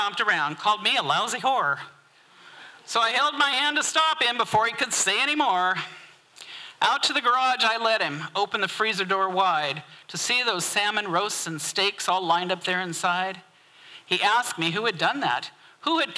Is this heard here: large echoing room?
yes